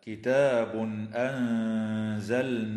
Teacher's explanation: التنوين في قوله تعالى كتاب أنزلناه حكمه الإظهار الحلقي عند الهمزة